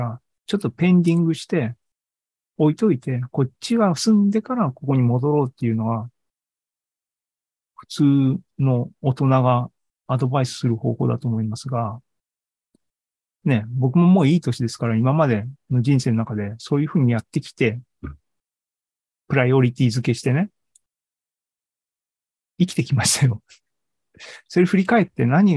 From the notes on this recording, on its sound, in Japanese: AI ポッドキャスト、シーズン４１は２０２３年５月３１日に開催した ZOOMライブの模様です。